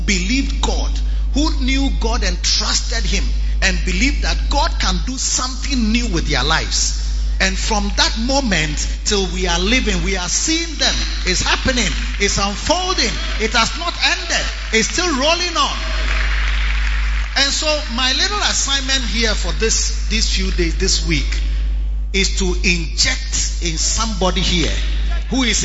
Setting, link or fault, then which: setting, large echoing room